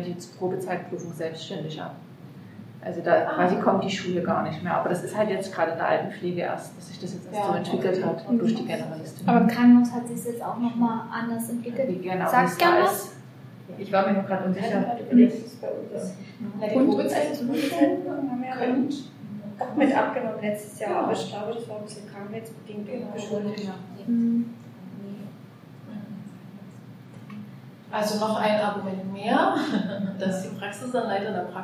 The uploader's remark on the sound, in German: Live-Mitschnitt vom Workshop "Praxisentwicklung in der Praxisanleitung". Einblick in die vergangene Pflegefachtagung "Summer School" der EHS Dresden.